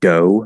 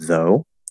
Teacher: using a D sound in place of a TH, not of a dental D, but like a full D sound, saying like "do" instead of though, that is something that everybody, well, not everybody, but most people, West, Middle, you know, British, they're most people are going to look at that as as uneducated.